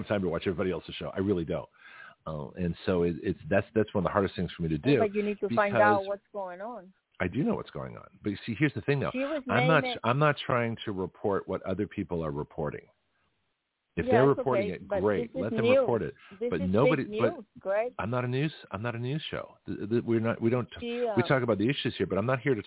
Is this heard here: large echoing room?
no